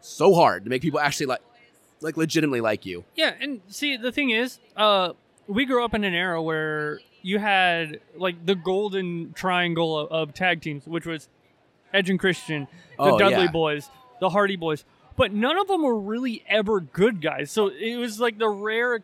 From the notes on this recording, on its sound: Recorded on-location during day one of Des Moines Con 2023